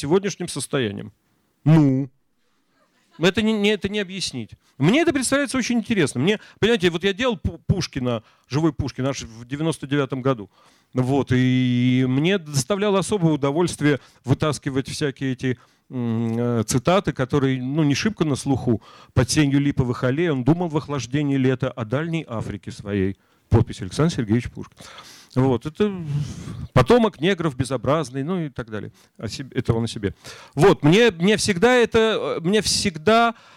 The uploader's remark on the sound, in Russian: со зрителями в Екатеринбурге